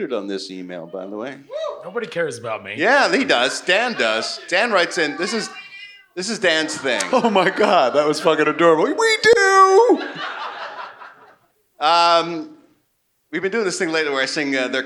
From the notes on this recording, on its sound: perform live at the Mooby's Pop-Up at San Diego Comic-Con 2023!